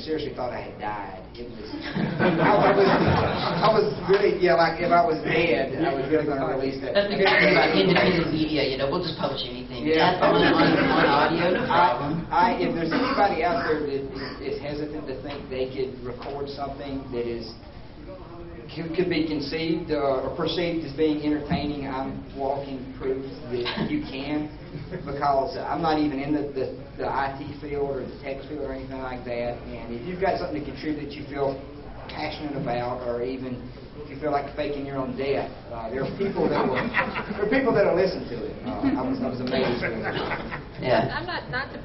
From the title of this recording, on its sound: Hacker Public Radio Panel at Ohio Linux Fest 2010